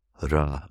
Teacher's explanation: Ramayana is not the pronunciation. It's the third from the end, not the second from the end, where the accent is.